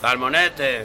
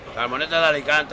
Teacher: the th sound, if you like, is replacing S, as it happens in some parts of Spain · Term: ceceo